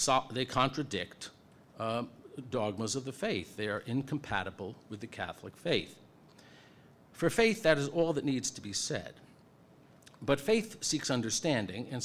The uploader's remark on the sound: At Franciscan University. Speaks before a full house at the Science and Faith conference.